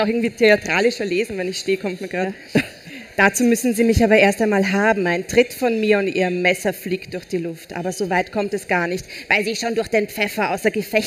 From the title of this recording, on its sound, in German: Live-Special vom Ö3-Podcastfestival